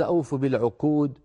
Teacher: تلاوتك فيها وفيها، يعني فيها حروف واضح أنك درست وتدربت عليها، وفيها حروف ما زالت بحاجة إلى تدريب، من جملة ذلك ضعف القاف في كلمة العقود، كأنك قلت أوف بالعقود، بالعقود يعني أشبه تكون بالكاف، قاف ضعيفة تكاد تكون كافا